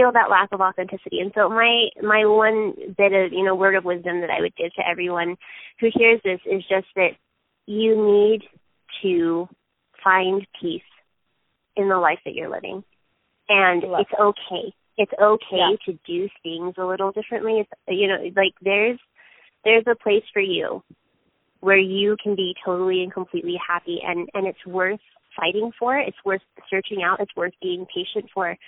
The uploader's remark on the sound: That happened over the phone for me this week when I was interviewing.